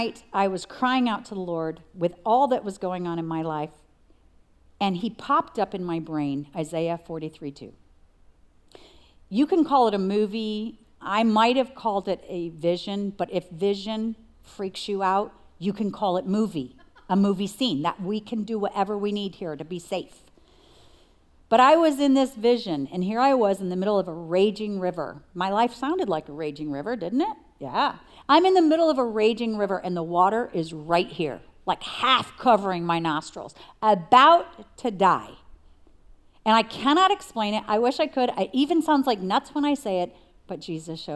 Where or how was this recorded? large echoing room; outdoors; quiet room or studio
large echoing room